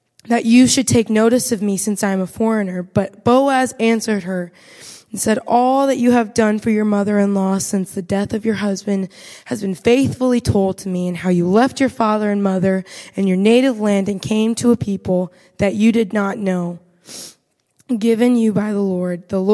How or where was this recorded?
large echoing room